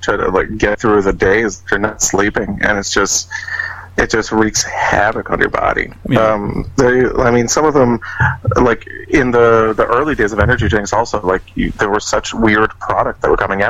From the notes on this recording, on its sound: on the phone from Orlando